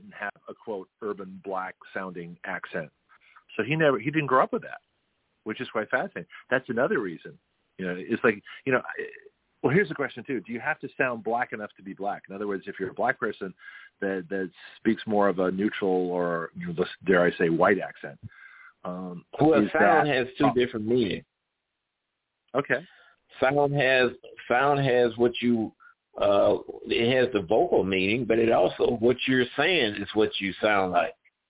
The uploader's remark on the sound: We had a power failure and I had to call in to my own show by phone.